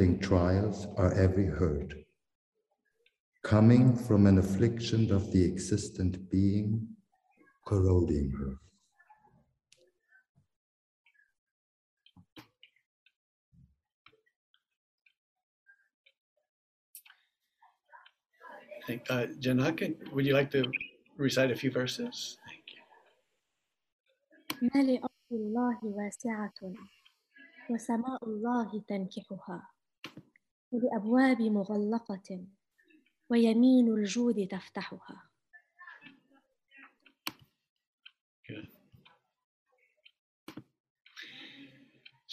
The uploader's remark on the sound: First Friday ZOOM Sessions